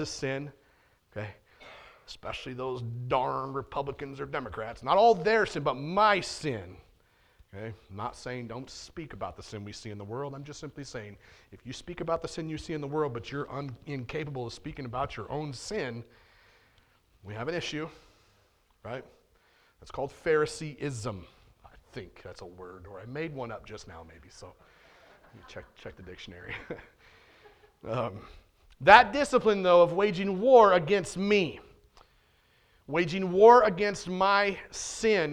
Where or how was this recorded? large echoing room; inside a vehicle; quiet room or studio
large echoing room